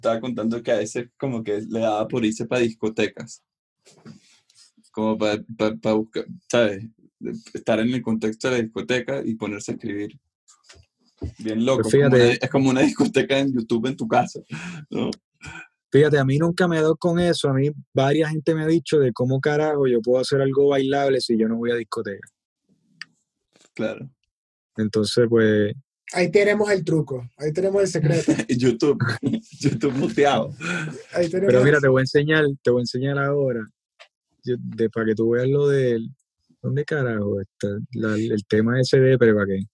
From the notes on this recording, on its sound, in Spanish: nos conectamos vía zoom